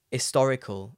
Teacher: often I don't pronounce the H, I just say historical · Term: drop the H